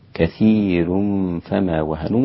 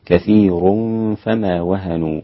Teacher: كلمة كثير انفرد بترقيق الراء الإمام ورش عن نافع · Shown in: first take